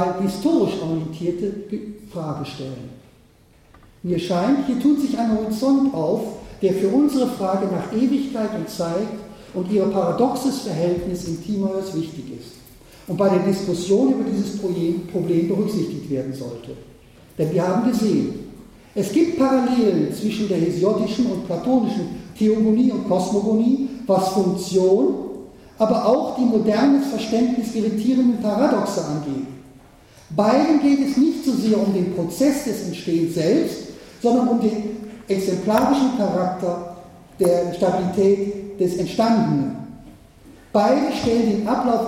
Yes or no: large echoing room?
yes